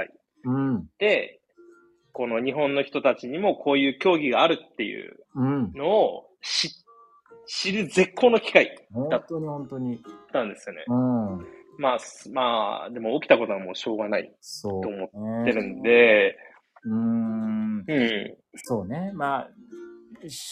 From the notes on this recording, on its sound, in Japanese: コラボ収録。少し聞き辛くてすみません。